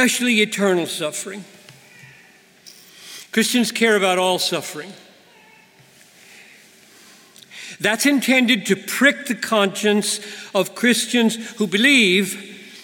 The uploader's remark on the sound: preached this message at the 2019 Bethlehem College & Seminary commencement